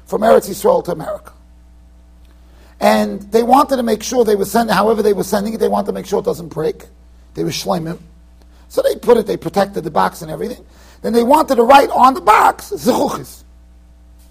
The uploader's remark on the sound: Shiur recorded in Yeshivas Ohr Reuven, Monsey NY.